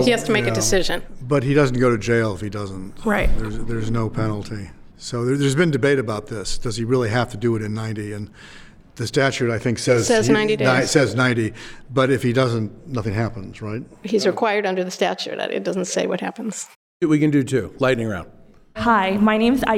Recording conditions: live audience